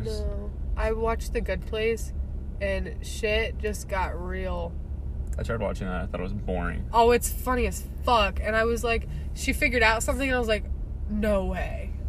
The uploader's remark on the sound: This is a podcast where I hang out with friends in my car before school starts and talk about whatever is on our minds.